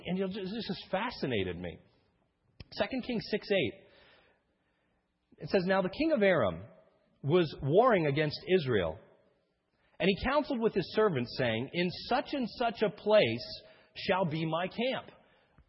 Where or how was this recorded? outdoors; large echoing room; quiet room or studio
large echoing room